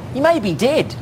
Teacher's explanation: short E vowel sounds, but when pronounced in the New Zealand style, they have the so-called short I sounds